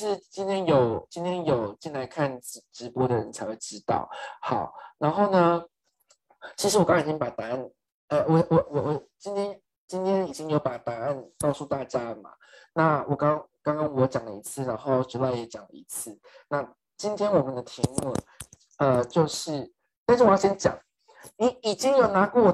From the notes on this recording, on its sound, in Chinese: 因為這次是用zoom做挪威與台灣的線上對談, 所以會一直到檢查錄音檔時才抓出有麥克風不斷碰撞衣服的聲音。